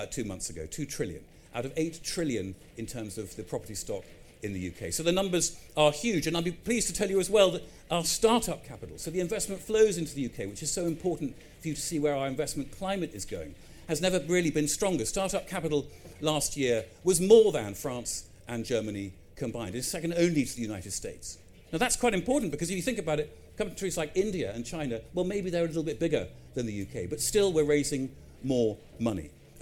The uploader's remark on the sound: a keynote speech, delivered live at the EG Pavilion at MIPIM 2023